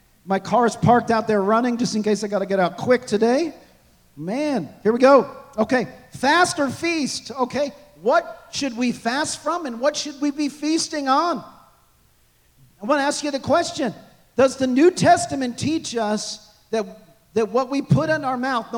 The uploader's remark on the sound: This message was recorded on February 4, 2024, at Gateway Church in Richmond, Indiana.